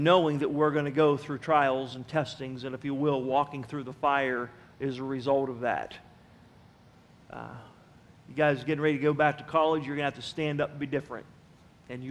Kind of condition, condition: setting, large echoing room